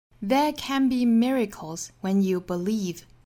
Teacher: 这句话里的这个 can 这个词是可以做重读的